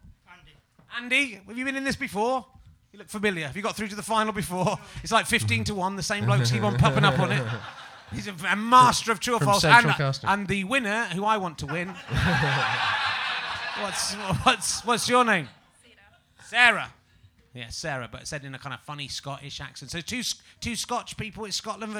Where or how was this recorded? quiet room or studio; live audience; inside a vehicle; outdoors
live audience